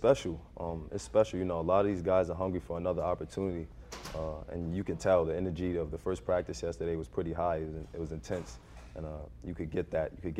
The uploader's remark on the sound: Inside MLFB continues its coverage live and on the ground from MLFB training camp.